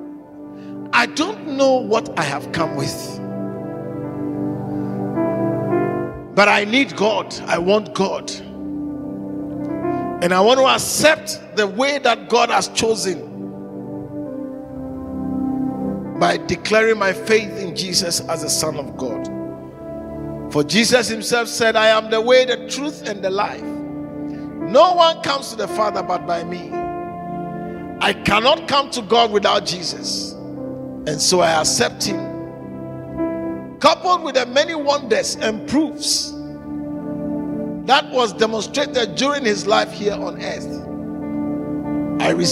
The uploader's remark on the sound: In today's message preached at the Living Waters Cathedral.